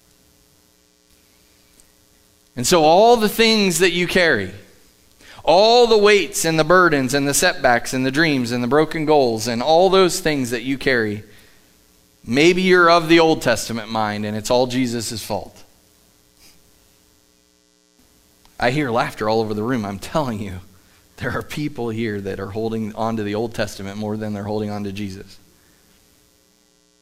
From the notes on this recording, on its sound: Live from The Summit Church in Dover, OH